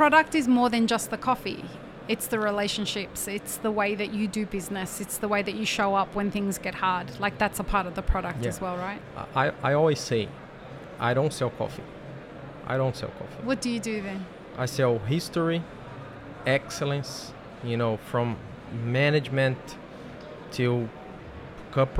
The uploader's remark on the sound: live-streamed from the show floor at World of Coffee Dubai 2024 on Jan 21-23 2024